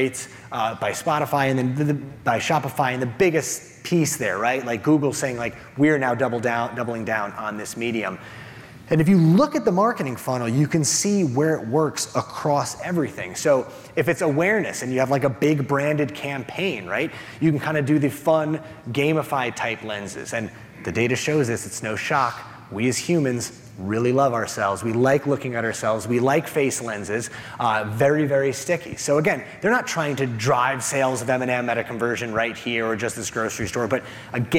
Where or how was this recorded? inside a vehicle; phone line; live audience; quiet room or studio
live audience